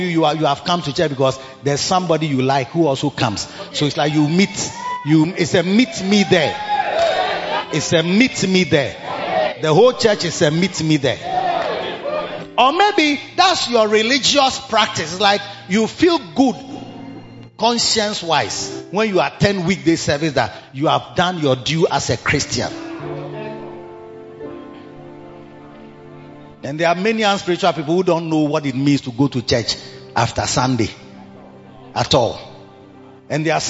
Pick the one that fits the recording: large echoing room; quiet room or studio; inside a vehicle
large echoing room